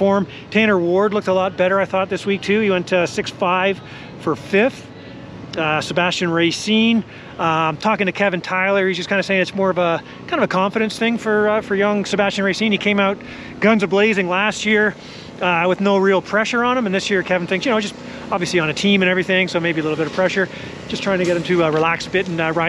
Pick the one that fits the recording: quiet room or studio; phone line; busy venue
busy venue